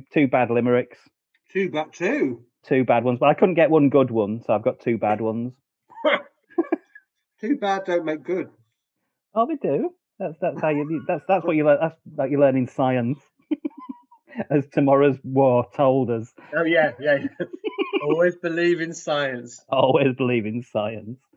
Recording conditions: poor sound quality